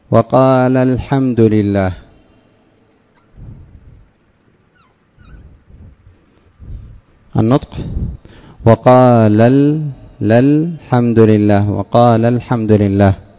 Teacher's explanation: أما وقال الحمد لله حذفت المدة وهي الألف في قال في اللفظ ولم تحذف في الخط، لأن المدة في آخر اللفظة الأولى والساكن الثاني في أول اللفظة الثانية. · Term: حذف الألف